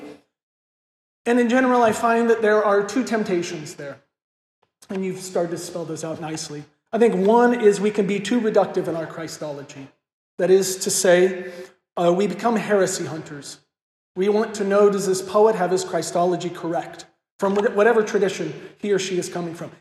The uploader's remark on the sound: This lecture was given at Hillsdale College on April 22, 2023 as part of the Thomistic Institute conference. This lecture was given at Hillsdale College on April 22, 2023 as part of the Thomistic Institute conference "Christology in Literature."